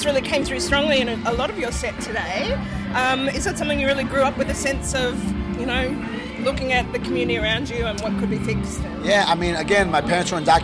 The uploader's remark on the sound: straight after the band's electric performance at Adelaide's world music festival, WOMADelaide